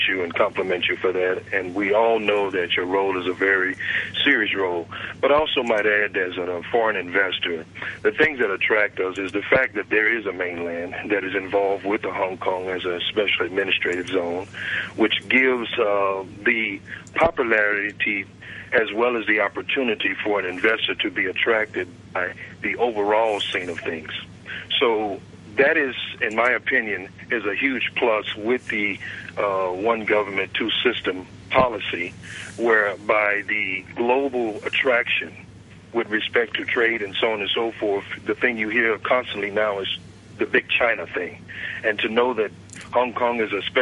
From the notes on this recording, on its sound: Chief Executive Phone-in.